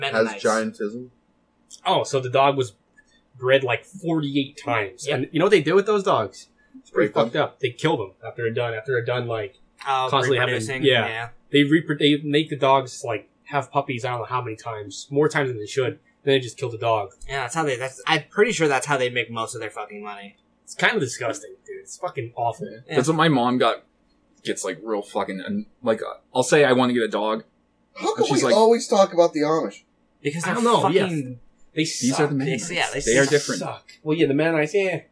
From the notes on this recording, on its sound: We had issues with the audio in today's episode.